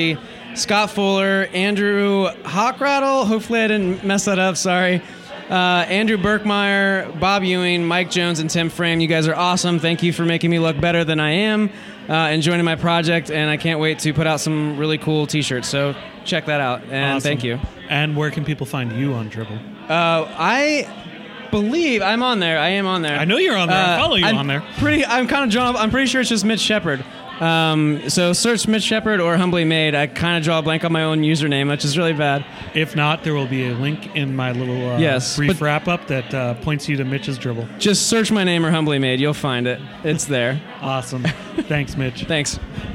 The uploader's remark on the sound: Live from WMC. At the Dribbble Meetup. This special bonus episode was recorded live at the Dribble Meetup during Weapons of Mass Creation.